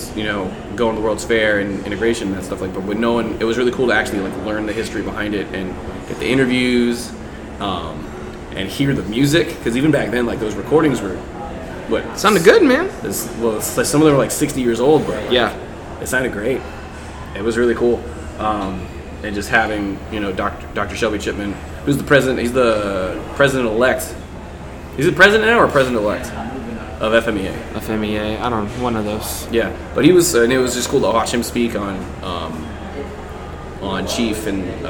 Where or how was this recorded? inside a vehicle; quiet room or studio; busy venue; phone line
busy venue